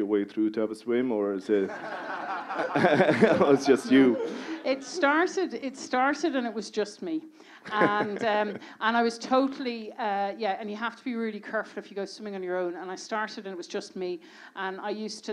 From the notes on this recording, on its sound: This part one of a live podcast recorded in the (Whale Theatre) in January 2020.